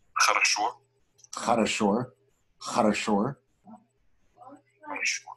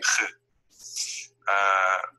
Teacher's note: in Russian the sound ha, like we have in English, doesn't exist. It's replaced by the ch sound that you can find in many languages, as for example, Arabic, Hebrew, or okay.